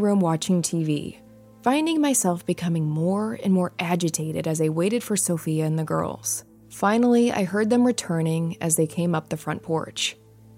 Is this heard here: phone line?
no